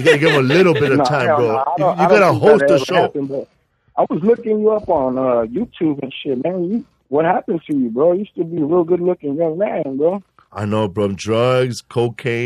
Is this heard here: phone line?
yes